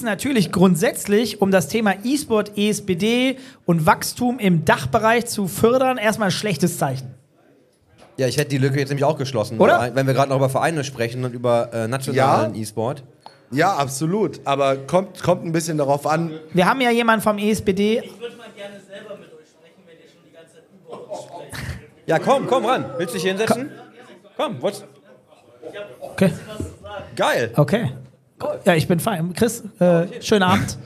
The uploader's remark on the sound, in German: Live at The Circle. Und welches Setting könnte besser sein für die Aufnahme zu diesen Themen als eine Live-Session direkt auf der B2B-LAN The Circle. Außerdem gibt es einige spannende Interaktionen mit dem Publikum bei The Circle.